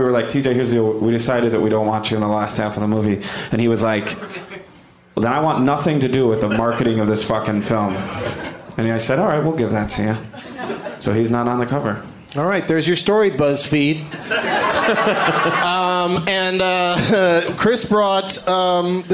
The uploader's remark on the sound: Live from Madison's Comedy Club on State